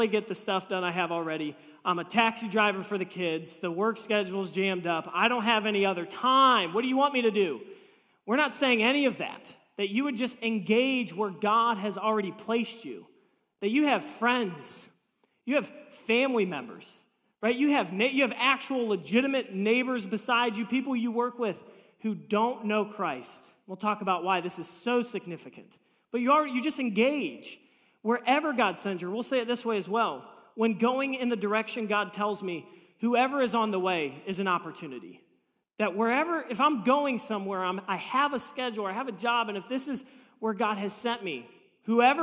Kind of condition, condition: setting, large echoing room